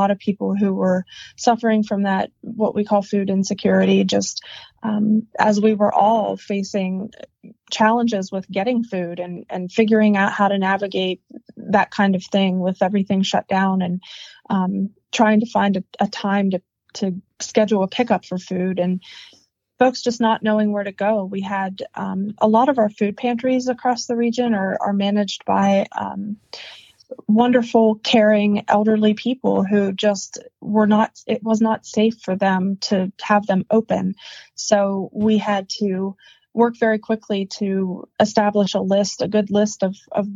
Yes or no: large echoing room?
no